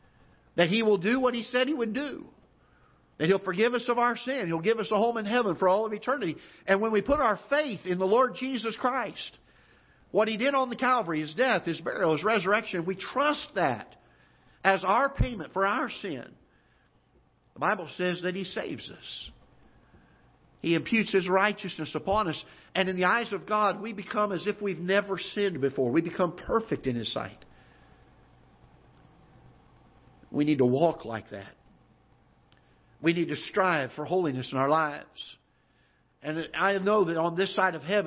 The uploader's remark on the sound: Ketha Heights Baptist Church ~ Live Broadcast